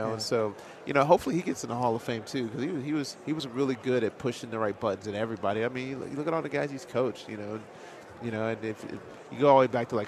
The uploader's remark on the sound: live from Super Bowl Radio Row